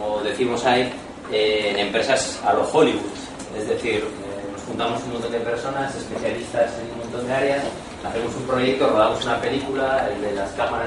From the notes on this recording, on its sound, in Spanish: al comienzo de la jornada de Economía Abierta realizada en Eutokia ha sido grabada en video